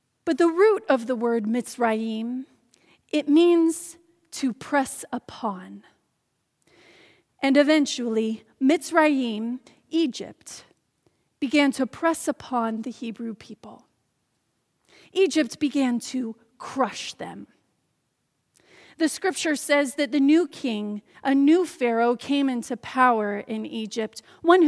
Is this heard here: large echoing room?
yes